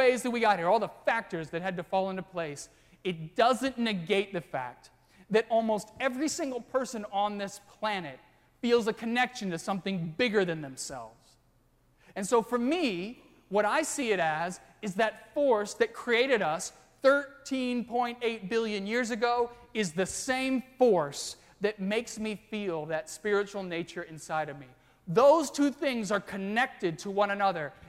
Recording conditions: large echoing room